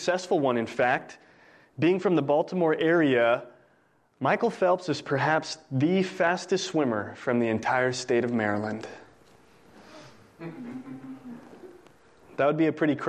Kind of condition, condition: setting, large echoing room